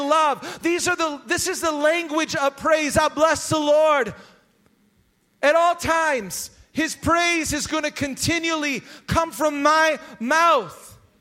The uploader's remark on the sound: Recorded live at Hope Church in Springfield, Mo.